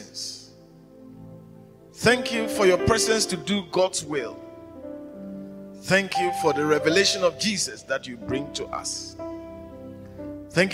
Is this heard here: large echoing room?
yes